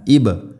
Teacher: ഖുൽ ബൽ, ഖാഫ്, ഖുൽ ബൽ മില്ലത, ഖുൽ ബൽ മില്ലത ഇബ്രാഹീമ. ഇബ് ബാഇനെ ഖലഖല ചെയ്യണം, ശരിക്കും കേൾക്കണം.